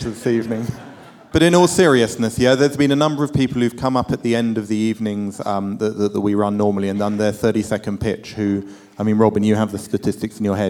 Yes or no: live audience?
yes